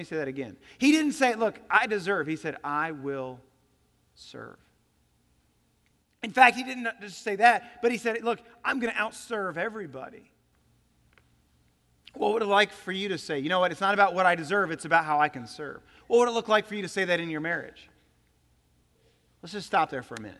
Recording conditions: large echoing room